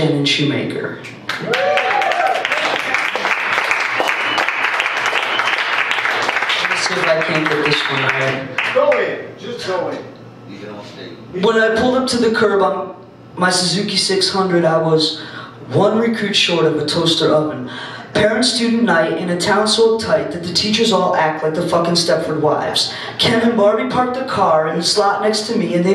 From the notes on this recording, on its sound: Performing at the 10x10 Festival in Pittsfield, MA on February 18, 2013, presented by WordXWord.